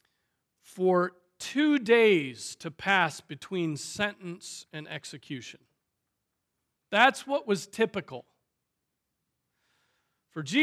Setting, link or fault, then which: setting, large echoing room